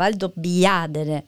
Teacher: die Betonung liegt auf dem A, Valdobbiadene und dann so Dene nur so hinten raus, genau.